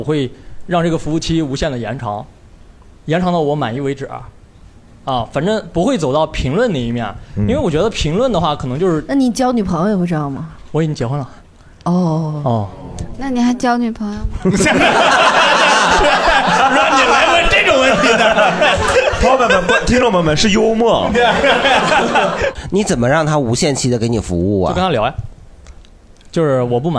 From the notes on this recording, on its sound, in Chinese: 这是一档由喜剧演员们和现场观众朋友们共同录制的播客节目